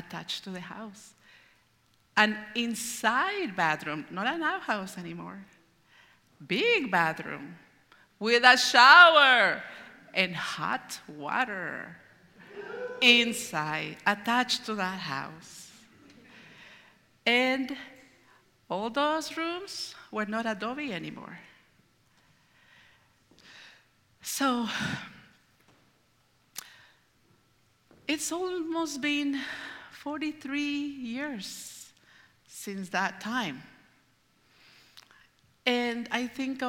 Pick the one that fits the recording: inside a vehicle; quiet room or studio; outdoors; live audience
live audience